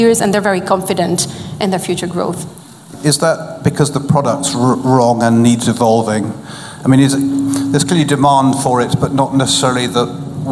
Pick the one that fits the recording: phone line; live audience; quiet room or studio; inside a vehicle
live audience